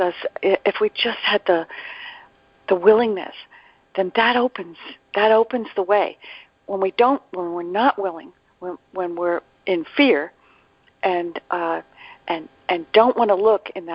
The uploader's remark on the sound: ACIM Daily TEXT Conference Call